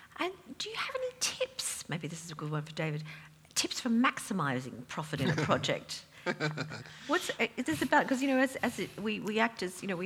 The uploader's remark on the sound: Recorded in front of a live audience of designers at the fabulous Roca London Gallery as part of the Chelsea Design Quarter Springtime Sessions.